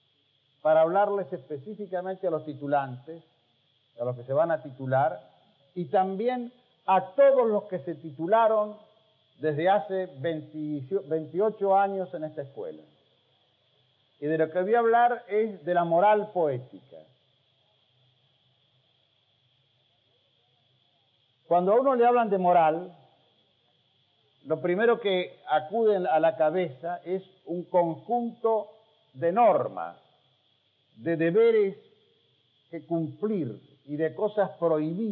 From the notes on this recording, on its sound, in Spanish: Un breve fragmento sonoro de una clase magistral realizada como recepción para los alumnos que ingresaban en 1981 a la e[ad].